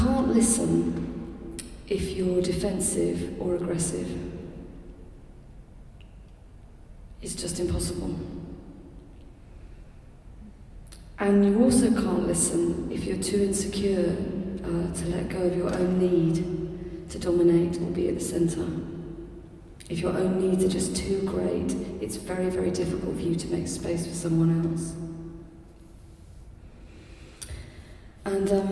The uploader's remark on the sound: In this final session of the Moot Lent Course 2012 at the Guild Church of St Mary Aldermary in the CIty of London